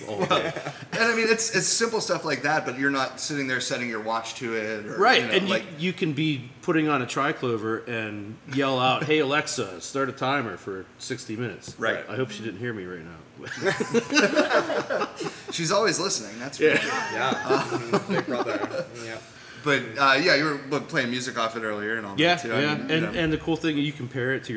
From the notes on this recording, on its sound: We were recording at Couch Brewery. We put him on speakerphone.